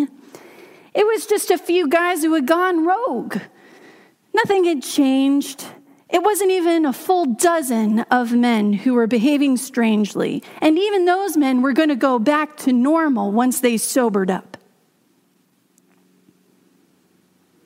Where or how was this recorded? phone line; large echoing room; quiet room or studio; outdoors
large echoing room